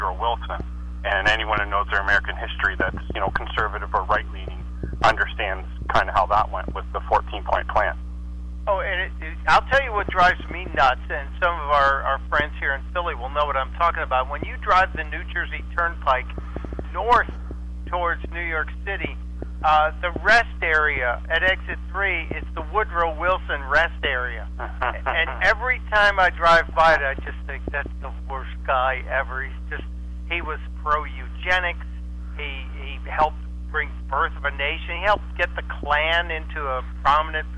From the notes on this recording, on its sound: At 1210 WPHT AM Philadelphia Radio. The PRELUDE to the war of words is just me hanging on the phone for 30 minutes, please skip it need be.